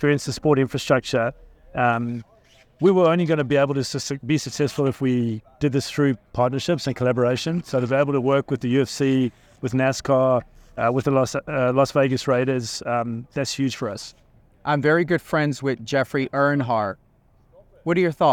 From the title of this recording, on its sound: On Location at Allegiant Stadium